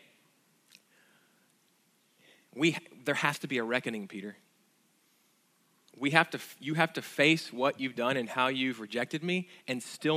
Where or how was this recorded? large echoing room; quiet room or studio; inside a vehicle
large echoing room